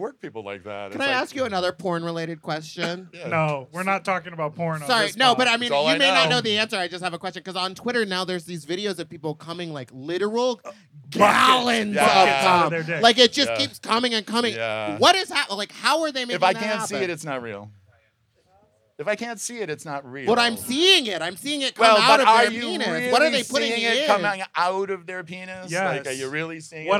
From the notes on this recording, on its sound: Live from CCBC in Cathedral City. Deliver a poolside episode of Sloppy Seconds.